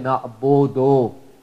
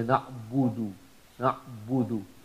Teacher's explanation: the sound is the same as waw, and the sound of waw is oo, it's not o. · Shown in: second take · So you don't say na'abodo, you say na'abudu, na'abudu.